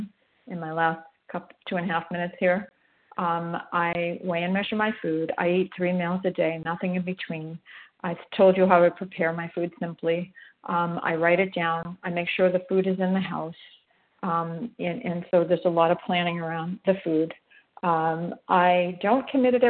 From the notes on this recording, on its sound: 100 Pounders Phone Meeting